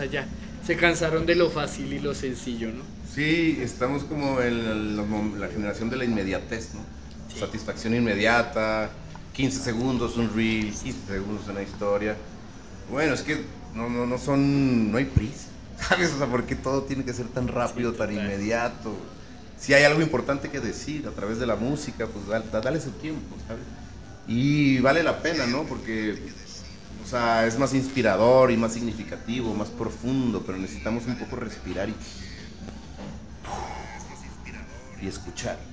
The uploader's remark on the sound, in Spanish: En vivo desde Jamaica Records